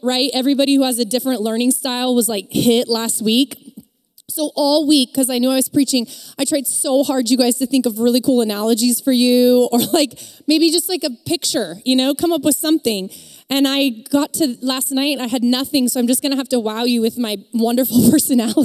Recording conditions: live audience